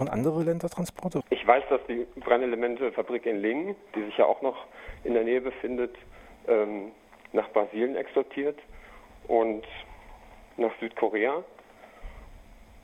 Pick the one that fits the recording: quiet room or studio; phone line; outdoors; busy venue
phone line